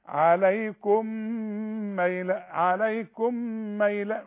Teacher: عليكم ميم ساكنة وبعدها ميم، ادغم الميم دي في الميم دي، عليكم ميلة، عليكم ميلة، مش عليكم ميلة، لأن دول ثلاثة ميم.